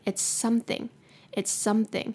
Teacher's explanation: It's 的后面的那个 S 跟 something 可以做一个连音